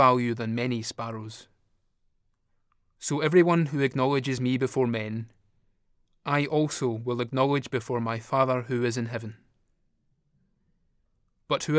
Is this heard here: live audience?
no